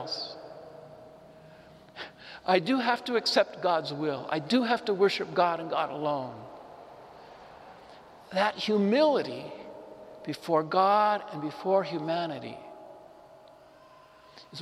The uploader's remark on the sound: Homily delivered to the Saint Francis Catholic Community in Cuenca, Iglesia de San Francisco